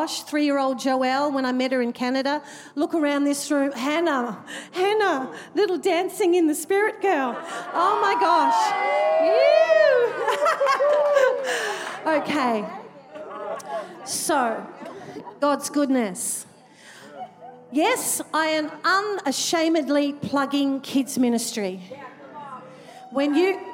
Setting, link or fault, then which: setting, large echoing room